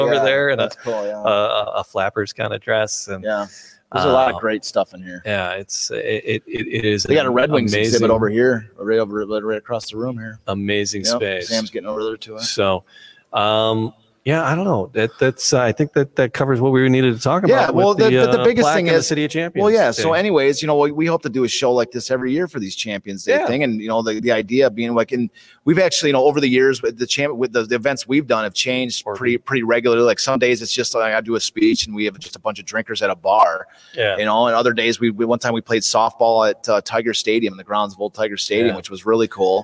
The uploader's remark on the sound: Live from Detroit Historical Museum